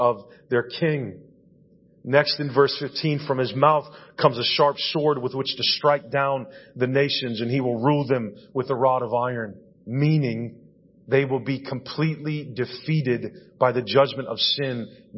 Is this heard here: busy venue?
no